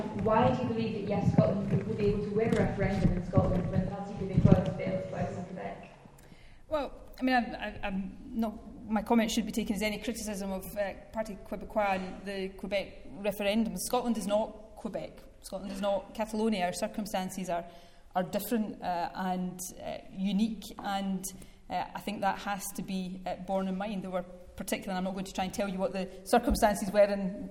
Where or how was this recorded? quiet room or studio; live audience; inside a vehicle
live audience